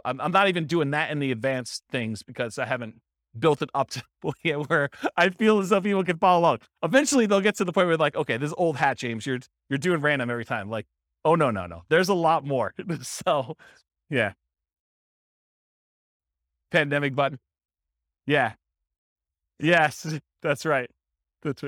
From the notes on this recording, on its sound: This was a live class recorded